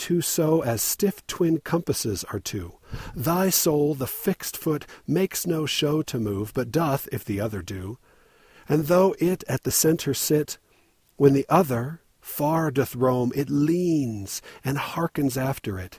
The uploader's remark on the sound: Recorded at night, while camping in southern Utah, under a clear, dark sky of a million million stars.